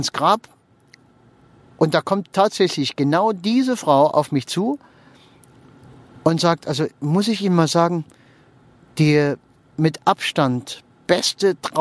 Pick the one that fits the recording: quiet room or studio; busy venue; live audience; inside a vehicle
inside a vehicle